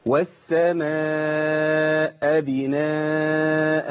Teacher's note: سكنت الهمزة وفصلت. فصلت من الكلمه، خليت الهمزه بدل ما هي في السماء بقت ابناء. والسماء بناء، ابناء.